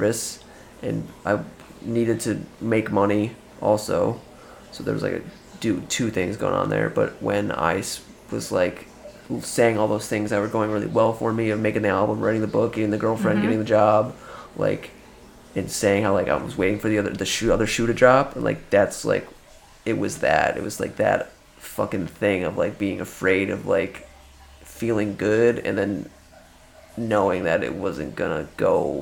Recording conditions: background noise